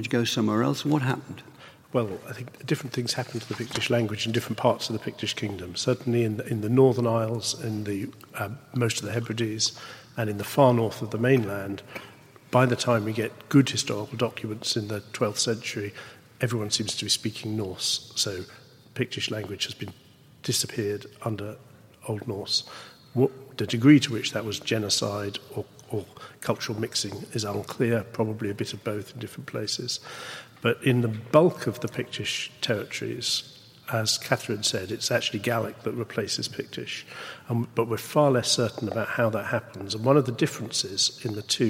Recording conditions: live audience